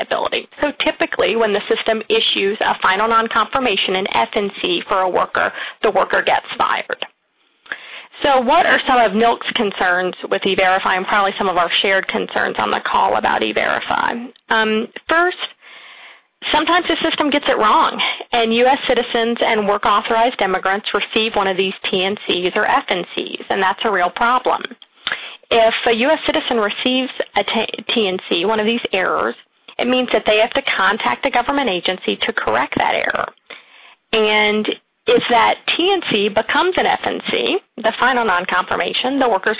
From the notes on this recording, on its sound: Rights Working Group held a conference call with experts.